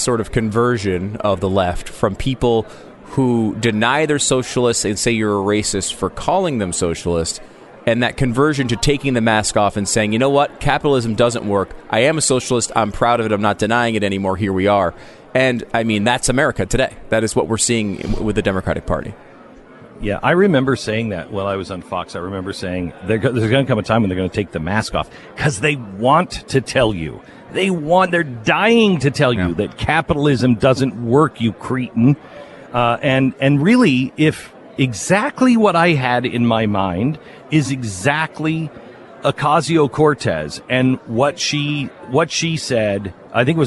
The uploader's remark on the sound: Live from CPAC